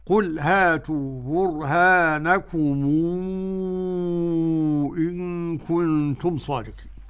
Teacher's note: مد منفصل بمقدار 6 حركات